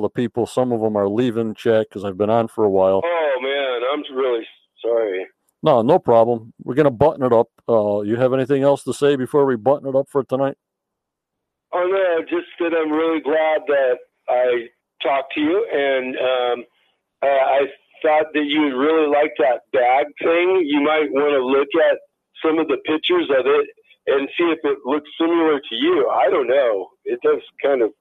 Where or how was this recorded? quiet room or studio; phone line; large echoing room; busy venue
phone line